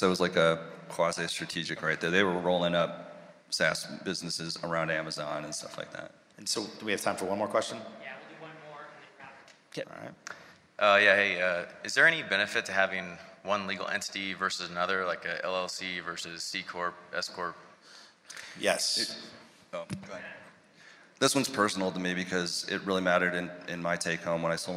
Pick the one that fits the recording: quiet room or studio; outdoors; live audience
live audience